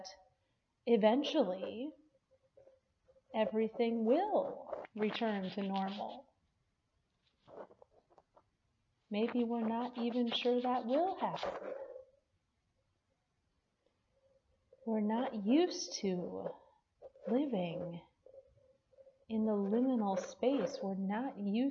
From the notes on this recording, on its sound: Preached at Peace Lutheran Church, Edgemont, AR.